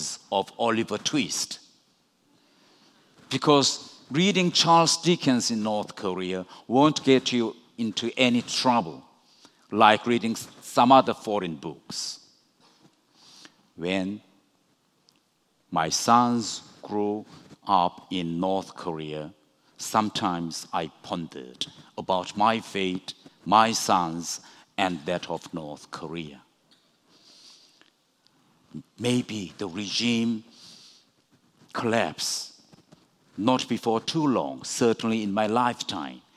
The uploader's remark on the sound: recorded at the 2019 Oslo Freedom Forum in New York